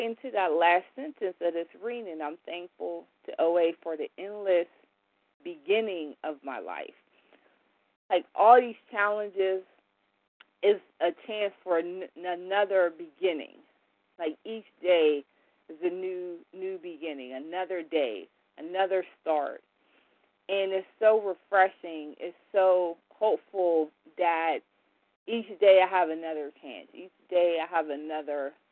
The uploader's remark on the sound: 100 Pounders Phone Meeting